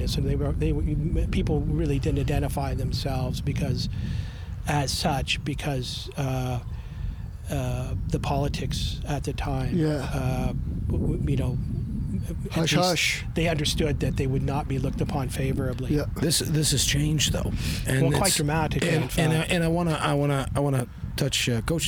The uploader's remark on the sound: Our apologies for the wind noise!